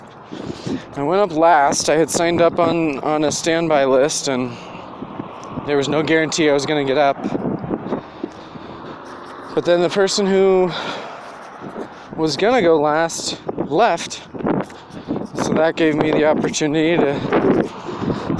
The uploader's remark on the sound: Recorded this on my walk to work and then while sitting waiting to go in.